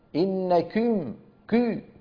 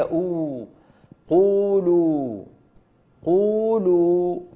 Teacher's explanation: وفي بعض البلاد الإسلامية يخلطونها بالياء فيقولون أو، أعوذ بالله، إنكم كو، هذه ضمة مخلوطة بكسرة، أو واو مخلوطة بياء · Shown in: first take